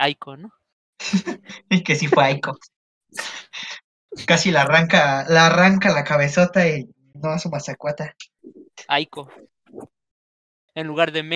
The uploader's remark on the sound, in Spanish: este es nuestro primer podcast grabado así que no esperes mucha calidad y por eso pedimos perdón